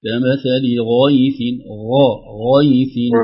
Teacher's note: اعلموا أنما الحياة الدنيا لعب ولهو وزينة وتفاخر بينكم وتكاثر في الأموال والأولاد كمثل غيث أعجب الكفار نباته الغيل كمثل غيث فخم الغيل كمثل غيث يعني من الحلق يعني تحس ان اللسان ارتفع اقصى اللسان ارتفع الى اعلى فم